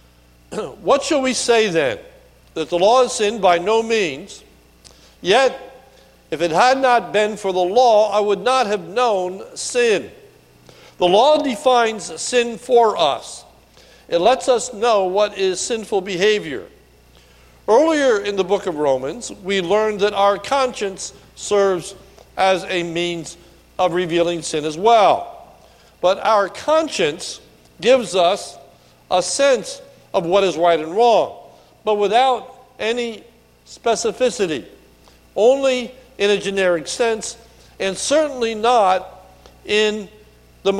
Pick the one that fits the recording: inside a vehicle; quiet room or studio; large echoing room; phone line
large echoing room